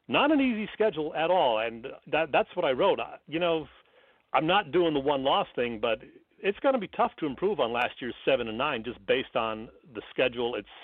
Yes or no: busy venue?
no